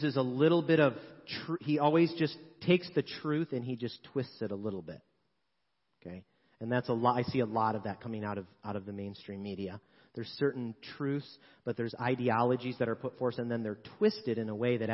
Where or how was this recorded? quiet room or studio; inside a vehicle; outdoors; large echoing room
large echoing room